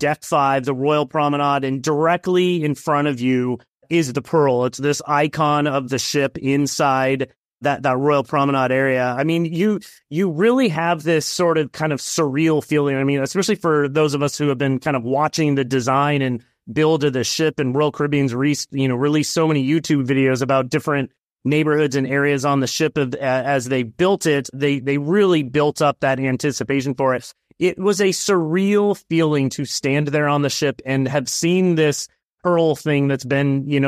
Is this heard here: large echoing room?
no